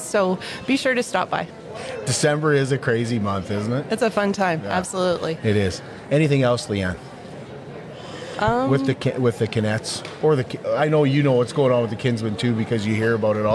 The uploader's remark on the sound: go live from the Border City Farmers Market "Christmas Market" at the Servus Sports Center